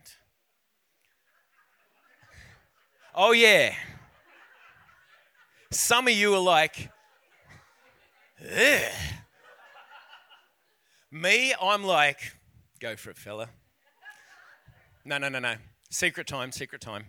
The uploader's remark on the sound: This message was recorded on 14/05/2023 during the 10am service.